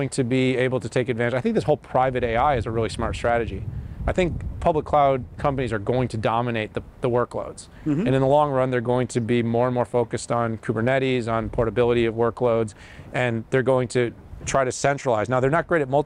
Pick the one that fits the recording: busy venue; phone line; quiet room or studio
busy venue